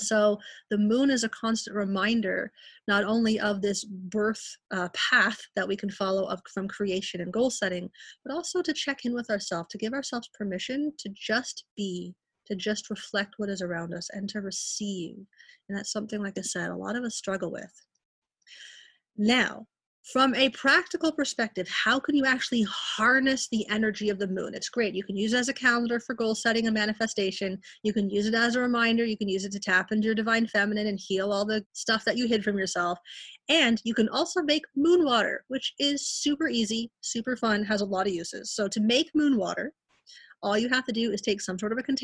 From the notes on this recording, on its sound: Each episode of The BTG Ppodcast is recorded LIVE during my virutal Healing Circles. These free virtual gatherings that take place twice a month.